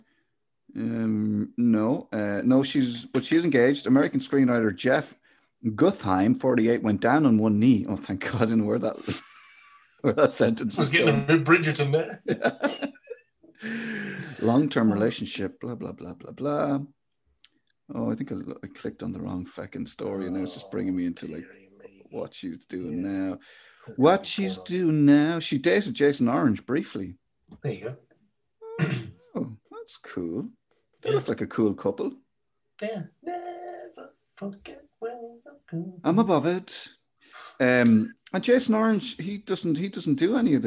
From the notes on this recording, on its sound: He's in Clare and I'm in Kildare, we don't see each other from one end of the week to the other but then for one hour we get together on Zoom.